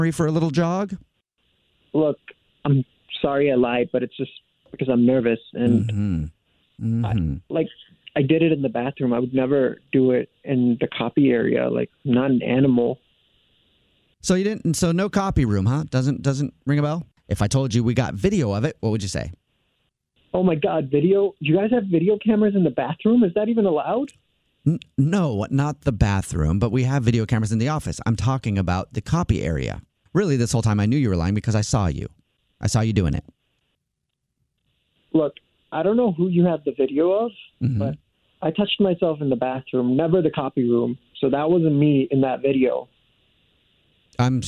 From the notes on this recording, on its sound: in this hilarious Phone Prank!